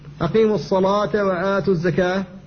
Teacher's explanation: فالألف هنا مفخمة لورش تبعا للام التي قبلها · Term: الألف المفخمة